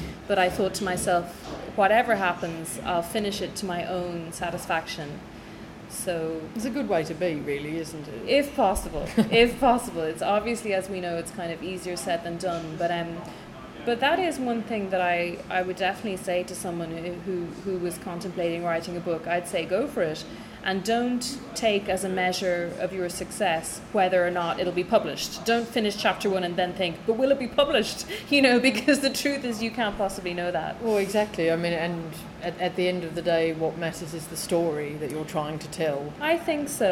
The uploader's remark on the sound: Staff at Fleet River Bakery in London who graciously turned off the background music in their cafe for an hour while I recorded our chat. Staff at Fleet River Bakery in London who graciously turned off the background music in their cafe for an hour while I recorded our chat.